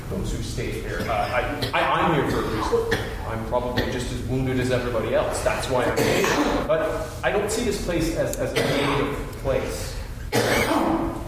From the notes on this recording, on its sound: Stereo Recording of The Invisible Project. I recorded the play last January when it was performed at The Calgary Drop-In Centre, a homeless shelter that can house up to 1250 men and women per night and that serves up to 3500 meals per day.